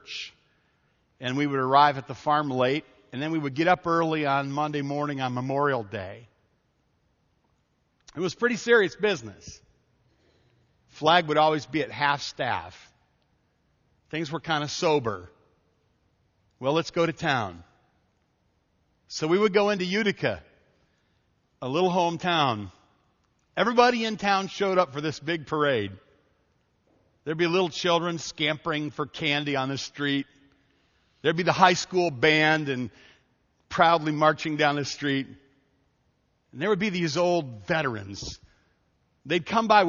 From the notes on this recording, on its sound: This story was taken from a message preached at Evangel Baptist Church in Taylor, Michigan on July 3, 2011.